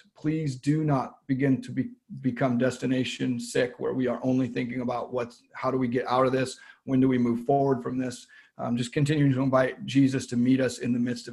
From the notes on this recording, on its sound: Zoom Church.